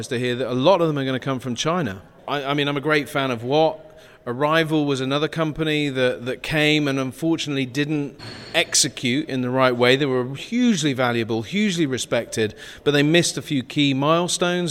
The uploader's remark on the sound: Live from Campervan Campout. In this special episode recorded LIVE on stage at Campervan Campout 2023.